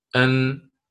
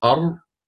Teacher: نفس الشيء ونفس المخرج للنون، لكن النون تصاحبها غنة والراء أدخل منها بالقليل في الترتيب، يعني الراء ثم أمامها النون عند النطق بالحرف أر أن، والراء أدخل إلى ظهر اللسان من مخرج النون فدونك البيان.